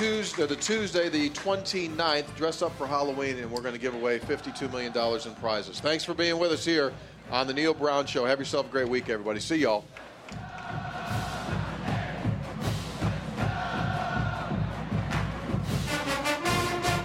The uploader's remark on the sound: Live From Kegler's Replay